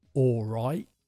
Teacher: If I slow it down, it's something like "All right." We don't normally pronounce the L or the T.